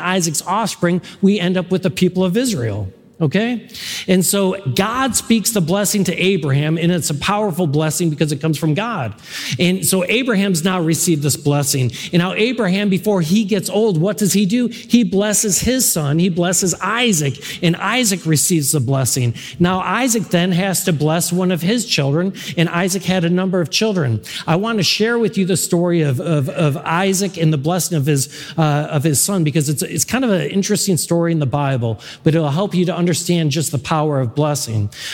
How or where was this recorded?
live audience